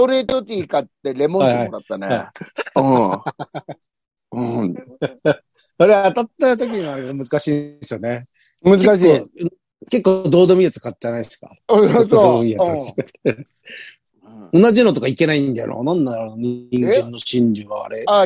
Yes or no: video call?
yes